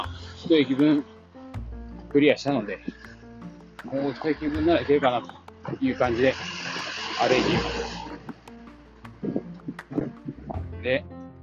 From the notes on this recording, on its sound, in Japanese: 歩きながら適当に話してます